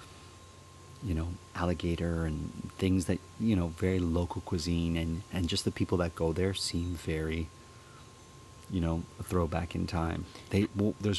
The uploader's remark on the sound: We take a walk to the local corner store